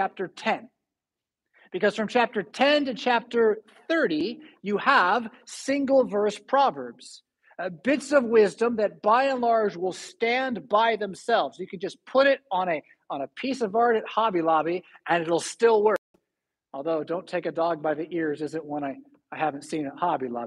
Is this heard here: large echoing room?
yes